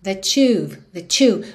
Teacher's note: o that, como é uma palavra de ligação, às vezes quase não aparece. Você ouve assim, that you've, that you.